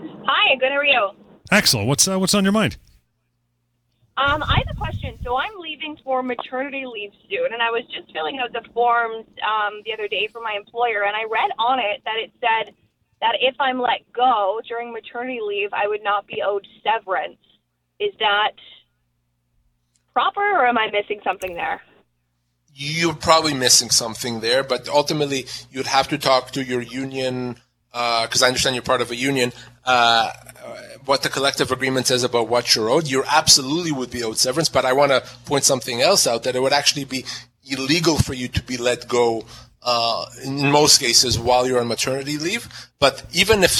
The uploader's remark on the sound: Answers your questions and phone calls.